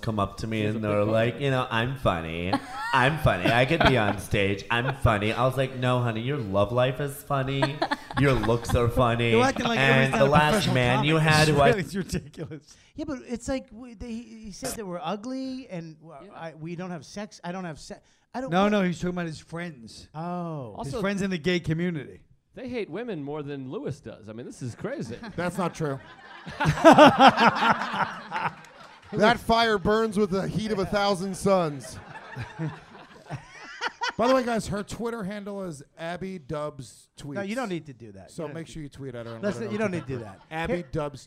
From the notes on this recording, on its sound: YKWD Live at NYC Podfest